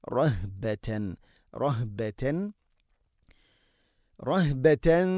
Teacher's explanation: ഹ സുക്കൂനാണ് ഹഇന്, തൊണ്ടയുടെ താഴെ ഭാഗമാണ് മഖ്റജ്.